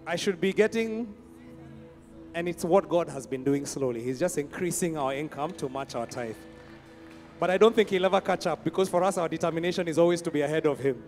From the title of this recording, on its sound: Preached at Worship Harvest Camp, Kampala